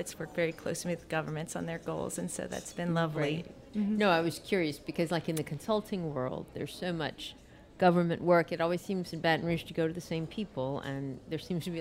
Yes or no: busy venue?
yes